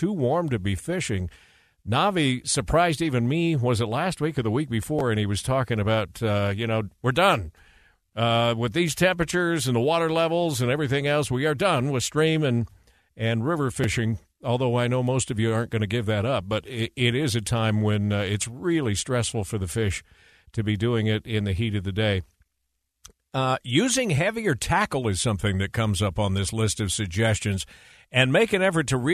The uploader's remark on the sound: via satellite phone